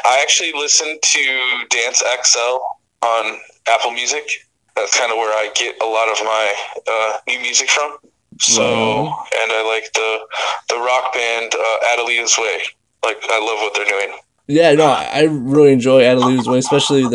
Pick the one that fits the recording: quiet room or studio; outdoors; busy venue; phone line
phone line